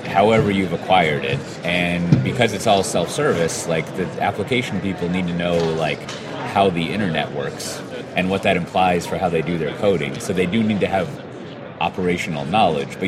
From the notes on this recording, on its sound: In this episode recorded at SpringOne Platform.